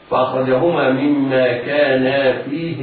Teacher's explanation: الهاء تنطق موصولة بحرف مد